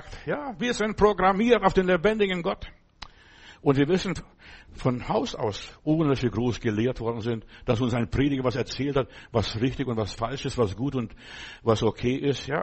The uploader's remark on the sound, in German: Januar 2024 im Gemeinde-Zentrum in Berlin aufgenommen.